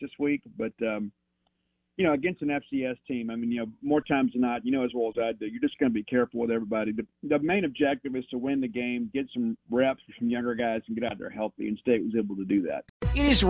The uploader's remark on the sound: on the Farm Bureau guest line